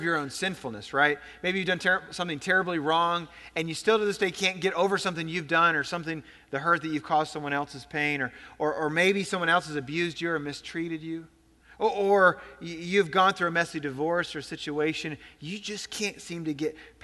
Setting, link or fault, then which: setting, large echoing room